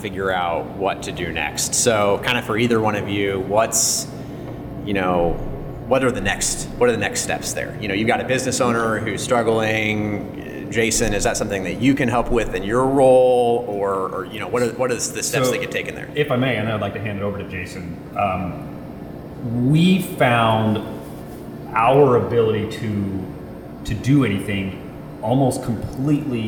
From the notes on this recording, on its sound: We don't do the three person format very often - and we don't record on location too much. The sound is going to be a little more open than usual.